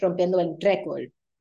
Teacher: Rompiendo el récord, your emphasis is on récord.